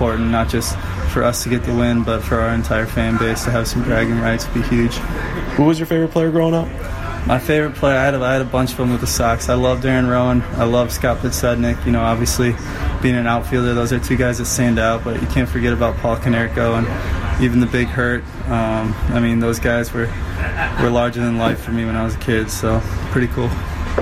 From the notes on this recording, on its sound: LIVE From Cork & Kerry.